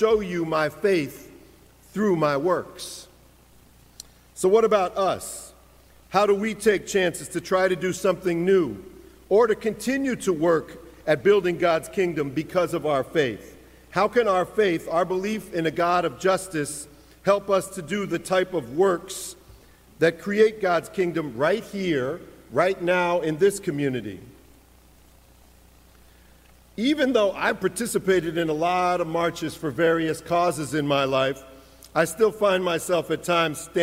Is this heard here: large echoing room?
yes